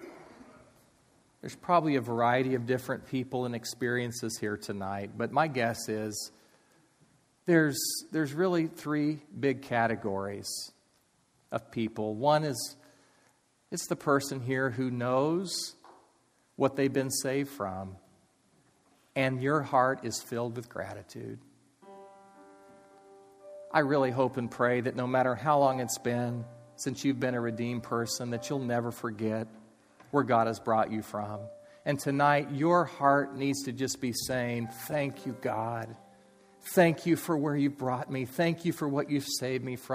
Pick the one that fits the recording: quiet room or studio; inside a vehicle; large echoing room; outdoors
large echoing room